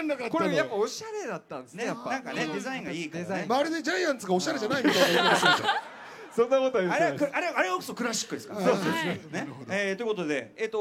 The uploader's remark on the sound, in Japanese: 今回はTBSラジオが総力を結集してお届けする1年に1度のお祭り「ラジフェス」で行われた番組の公開収録の模様をお送りしました。